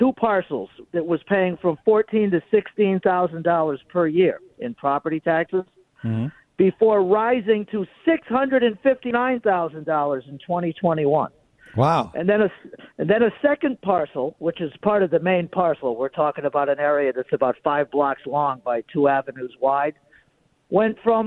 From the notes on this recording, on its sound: Take phone calls.